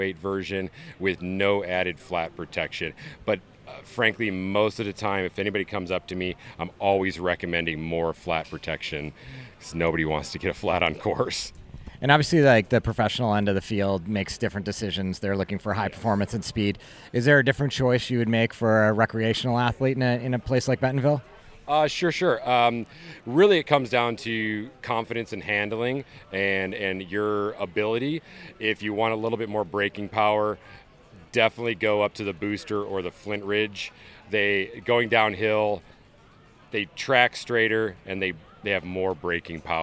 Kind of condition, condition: setting, busy venue